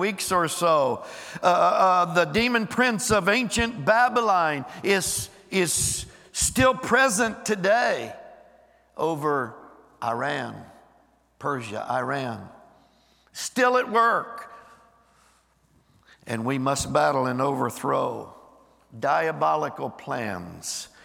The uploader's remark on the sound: Recorded live on 11/12/23.